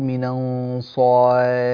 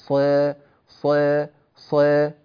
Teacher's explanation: نحن نريد الصاد مفخمة لكن ليست مفتوحة · Shown in: second take · Term: التقليل